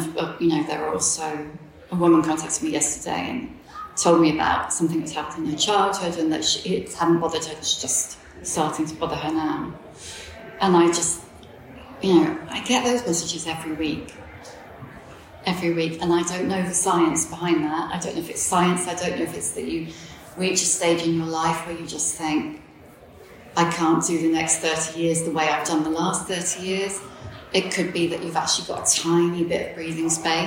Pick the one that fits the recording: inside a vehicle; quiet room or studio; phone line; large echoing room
large echoing room